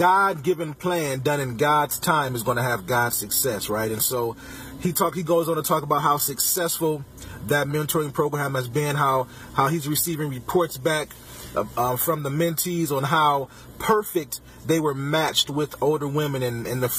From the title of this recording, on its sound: Podcasting from my car